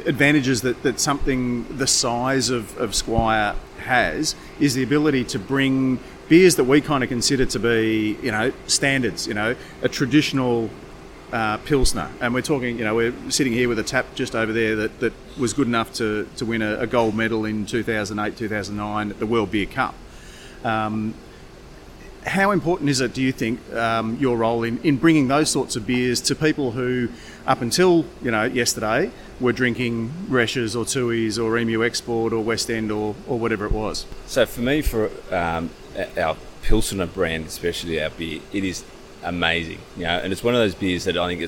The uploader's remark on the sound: This interview was recording at Sydney's Malt Shovel Brewery. Thank you to the team for hosting us and some of our Sydney listeners.